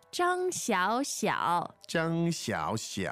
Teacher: Interesting for a number of reasons, not least of which is the tones first, third, and third.